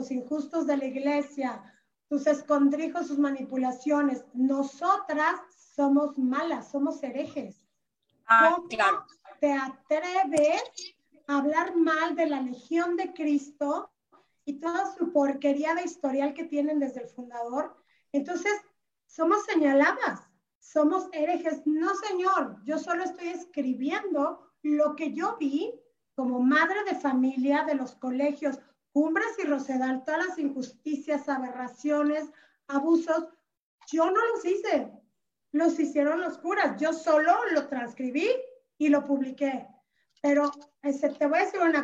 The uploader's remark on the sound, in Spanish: Se transmitió vía ZOOM y Facebook Live